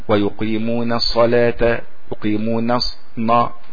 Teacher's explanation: كذلك في خفية تدخل على القراء، وهذا يستغرق المجازين وغير المجازين، نون يقيمون الصلاة، ويقيمون الصلاة، البعض يقول يقيمون الصلاة، الصلاة، ويقيمون الصلاة، ويقيمون الصلاة، يقيمون الصلاة، هذا غلط. نون يقيمون الصلاة نزلت، يعني مستفلة، حرف النون دائما مستفل.